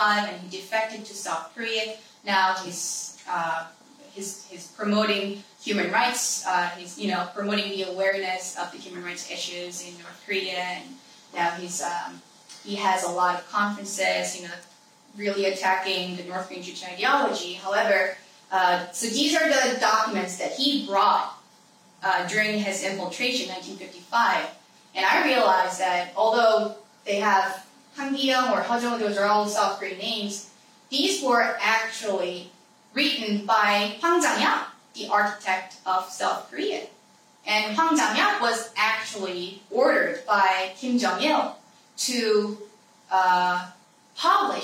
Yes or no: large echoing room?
yes